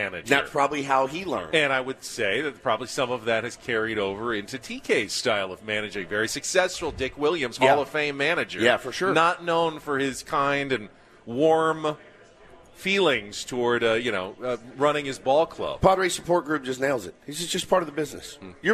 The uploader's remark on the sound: live from the Peoria Sports Complex for Day 2 from Padres Fantasy Camp!